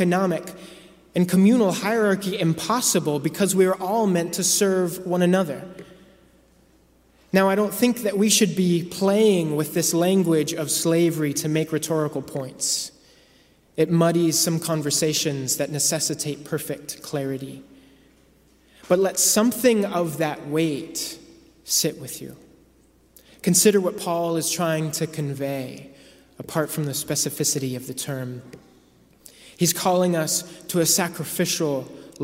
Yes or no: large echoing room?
yes